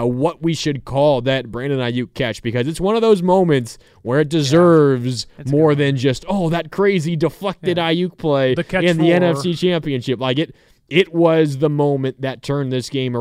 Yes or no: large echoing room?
no